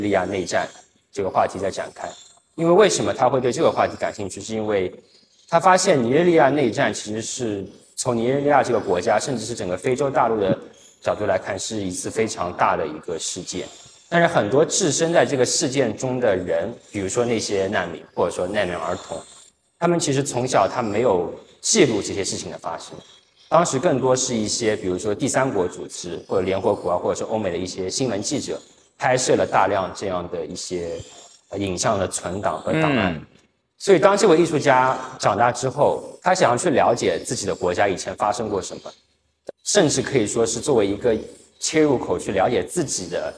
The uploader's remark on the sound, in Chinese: 艺术家群展「苦地宣言」现场导览